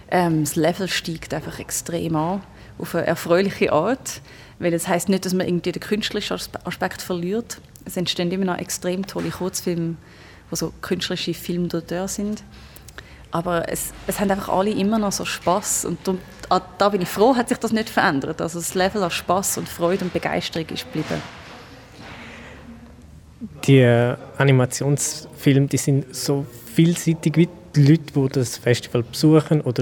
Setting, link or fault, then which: setting, busy venue